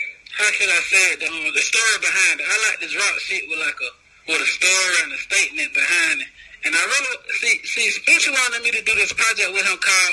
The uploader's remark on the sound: Phone Interview From Prison. Called us from prison via video phone.